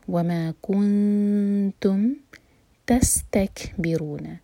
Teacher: کیف کے ضمہ کے لیے ہمارے ہوٹ کول ہوں گے، لیکن جب ہم نون پر آئیں گے تو ہمارے ہوٹ کول نہیں رہنے چاہیے، فلیٹ ہو جانے چاہیے. وما کنتم تستکبرون، تس سین پر وسل والا ساؤنڈ، تس تک کیف پر ہمز، یعنی کہ ہم نے سانس کو جاری رکھنا ہے. · Term: اخفا